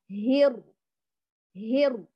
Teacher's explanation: قرعت غار الحنك وأتيت بفجوة في وسط اللسان بحيث ينحرف الصوت منها ويتكرر، أو ينحرف إليها على الأصح ويتكرر التكرير المطلوب ارتعد واحدة فقط. · Term: الراء الأولى الساكنة